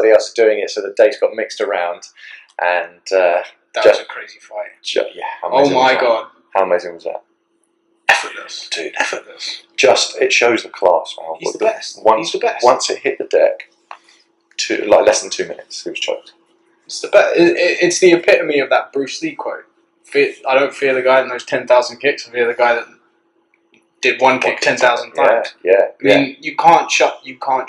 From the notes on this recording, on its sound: The camera cut out for some reason. As the episodes go one, things will go smoother, and the audio/video quality will improve as equipment and better camera technique is used.